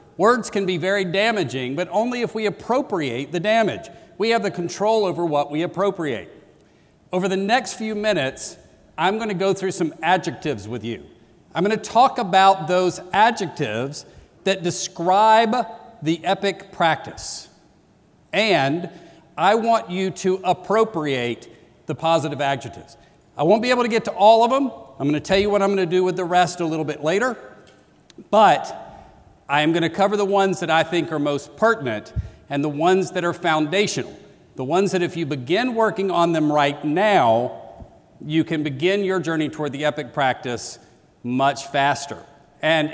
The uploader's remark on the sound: keynote that launched the 2016 conference